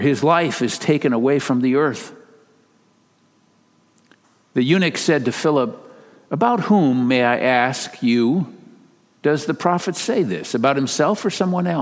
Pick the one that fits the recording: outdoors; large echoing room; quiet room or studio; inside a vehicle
large echoing room